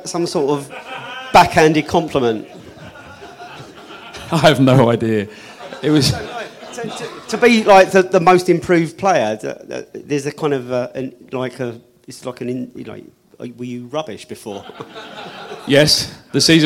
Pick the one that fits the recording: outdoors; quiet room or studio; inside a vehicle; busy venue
busy venue